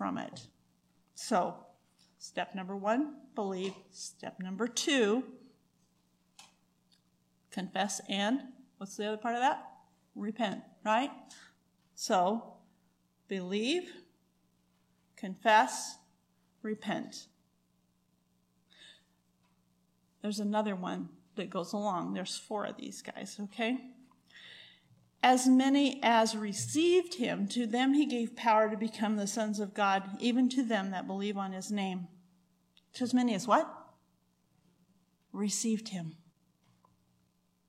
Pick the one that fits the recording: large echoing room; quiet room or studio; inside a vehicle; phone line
large echoing room